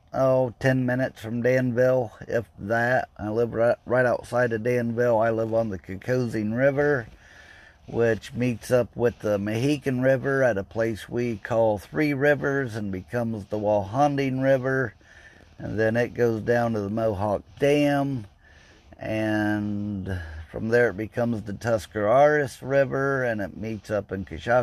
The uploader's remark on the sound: Just a quick podcast while sitting in my car and waiting.